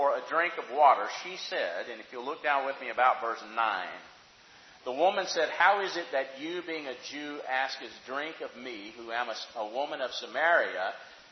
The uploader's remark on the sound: Questions from the audience.